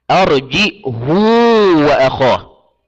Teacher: فقد قرأ ابن كثير وهشام بالهمز وضم الهاء مع إشباعها